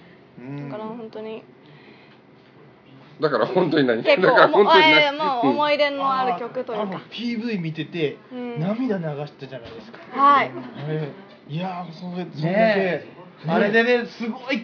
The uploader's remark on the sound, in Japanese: 鑑賞会での収録第2弾